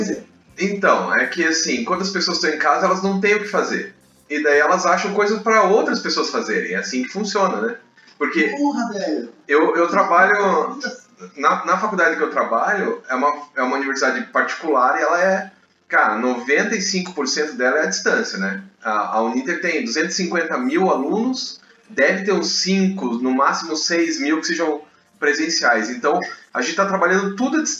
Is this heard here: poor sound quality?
yes